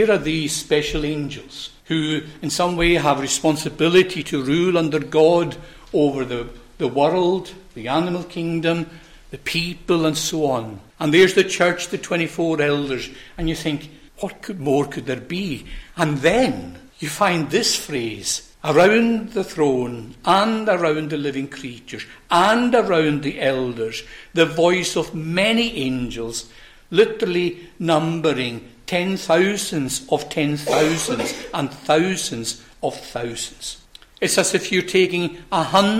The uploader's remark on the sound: recorded at North Harris Free Church on the morning of Sunday, 17th September 2023